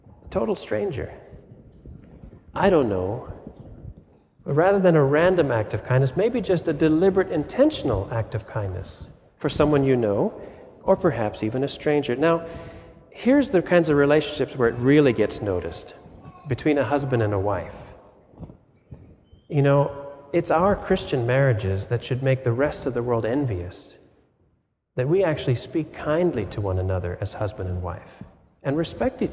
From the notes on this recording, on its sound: Sermon audio from FIBC Copenhagen